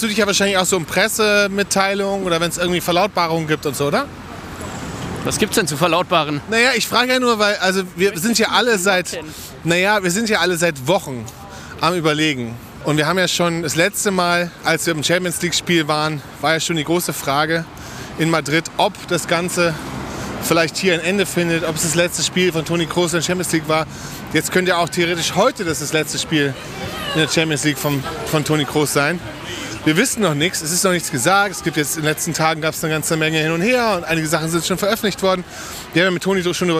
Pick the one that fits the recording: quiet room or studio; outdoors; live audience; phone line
outdoors